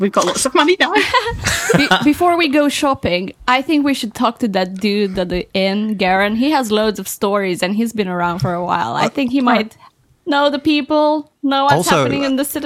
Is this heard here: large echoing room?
no